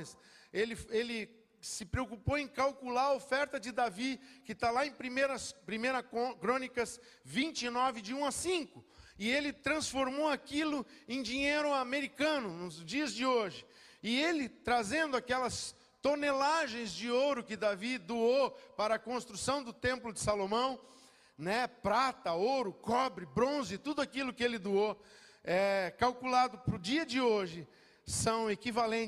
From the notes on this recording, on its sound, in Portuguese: Dia 19/11/2022 na Igreja ABA Bumenau (Transmitido ao vivo)